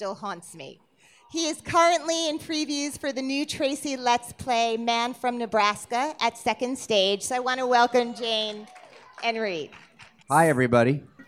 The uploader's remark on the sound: Recorded at BroadwayCon2017.